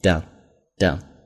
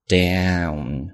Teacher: 读作 done, done,就很短促有力，相反上面是一个双元音读作 down